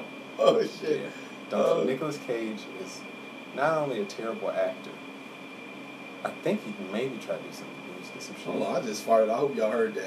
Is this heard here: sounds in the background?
yes